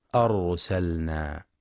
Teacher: ينتبه القارئ لتفخيم راء أرسلنا، لأنها ساكنة وقبلها مفتوح